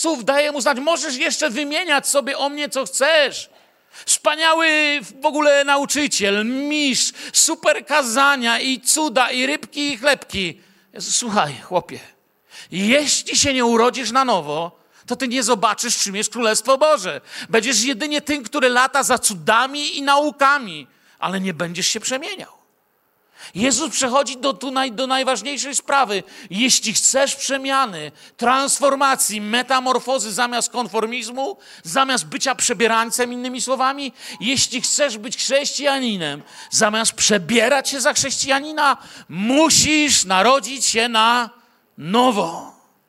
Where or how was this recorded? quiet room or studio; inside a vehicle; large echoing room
large echoing room